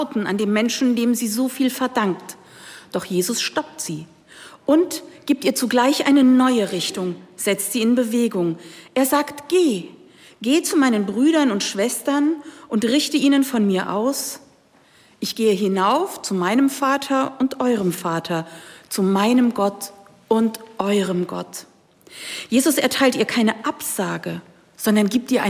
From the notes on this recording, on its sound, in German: Am Ostersonntag überträgt hr4 live den Gottesdienst aus der evangelischen Stadtkirche in Stockstadt am Rhein.